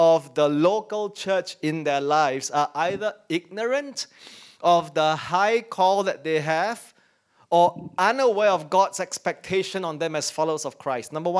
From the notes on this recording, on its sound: In our first service back at church. As we start returning to in-person services as a church family.